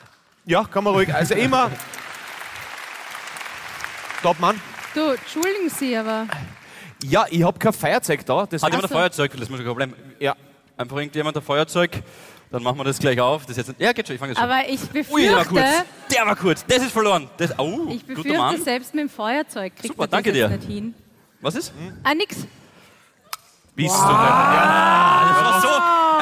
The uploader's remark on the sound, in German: Hawi D'Ehre LIVE - St.Pölten